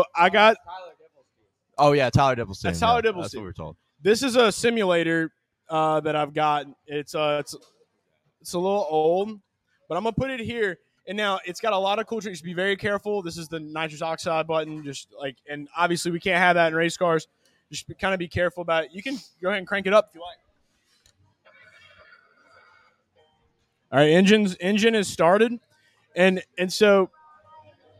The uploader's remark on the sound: LIVE from Hooters in Pensacola Beach, FL